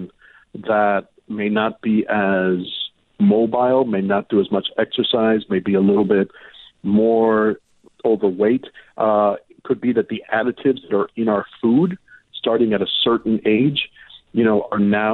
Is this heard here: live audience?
no